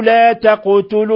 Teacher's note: القاف ساكنة قلقل لأنها من حروف قطب جد